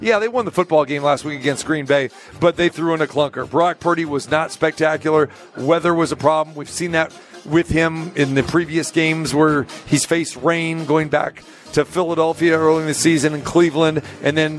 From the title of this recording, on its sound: Live from the Super Book at Westgate Las Vegas